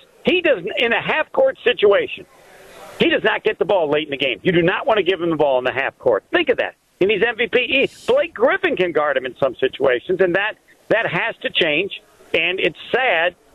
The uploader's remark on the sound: Live from U Ridge for the Am Fam Championship.